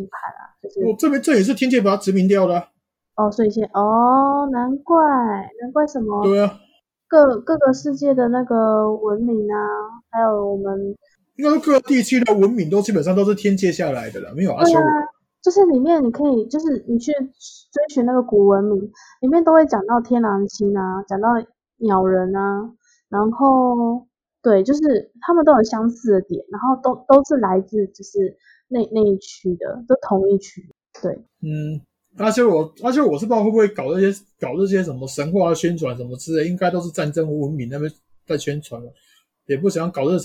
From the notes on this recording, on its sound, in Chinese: 換麥克風前的最後一集聲音可能還是有點不及格 請大家見諒。我們會持續慢慢改善錄音品質的。